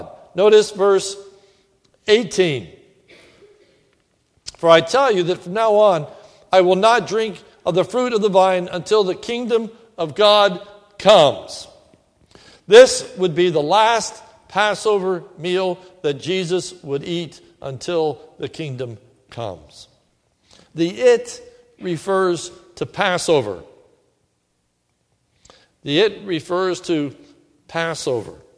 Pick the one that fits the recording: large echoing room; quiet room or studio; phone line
large echoing room